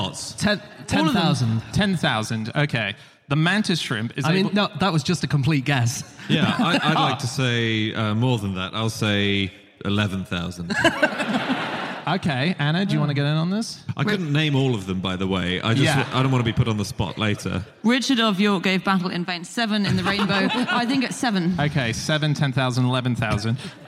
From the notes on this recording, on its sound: Live from the Union Chapel in London